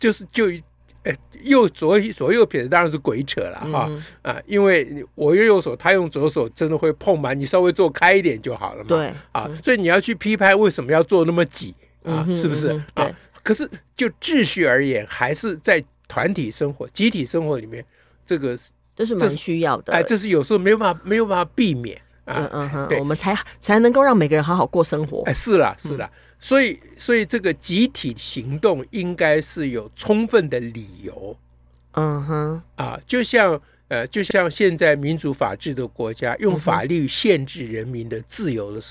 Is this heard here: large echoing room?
no